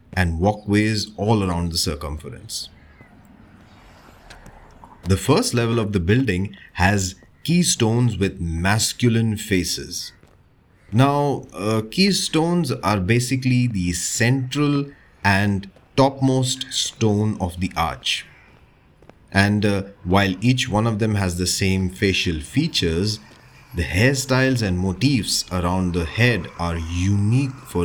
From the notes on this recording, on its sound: This sound journey through the roads, streets, bylanes of South Mumbai. You and I will visit some prominent buildings, landmarks and food joints with actual ambient sounds and noises. Watch your step as we cross streets and avoid traffic as we go about on this storytelling tour from the famous Asiatic Society of Mumbai to the St Thomas Cathedral to the Zara building.